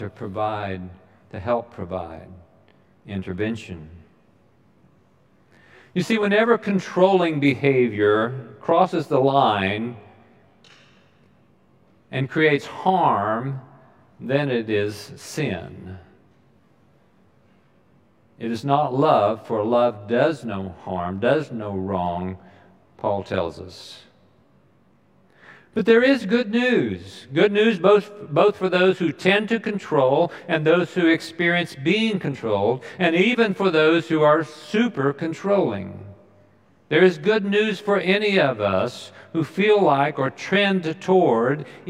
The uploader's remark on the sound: Recorded live during the Sunday worship service.